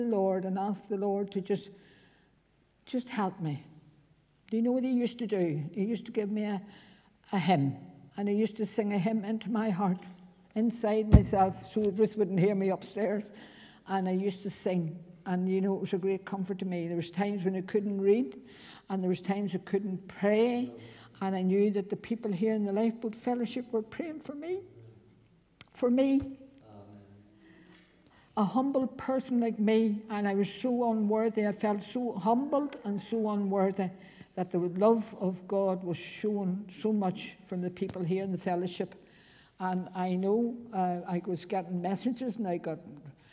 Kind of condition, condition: setting, large echoing room